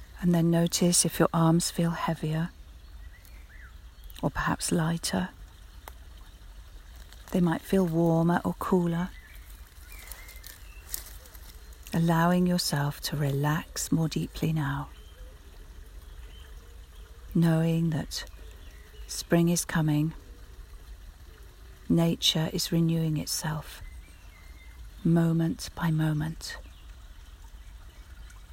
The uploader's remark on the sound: We join her as she walks through some woods on the edges of London, so keep an ear out for the birds, sounds of nature and the stream